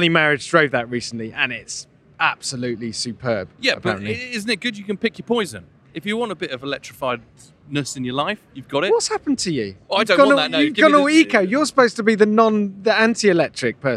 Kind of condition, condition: setting, busy venue